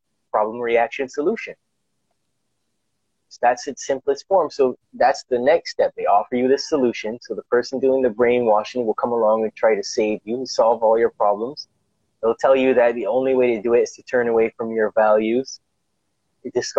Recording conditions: video call